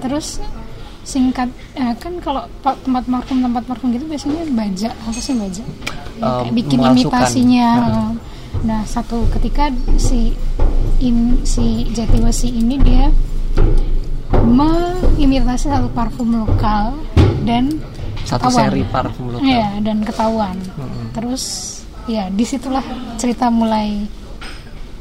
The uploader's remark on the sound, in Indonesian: Mohon maklum ambience-nya berisik karena merekamnya di Analogi Cafe (dan di bawah tangga, pas --").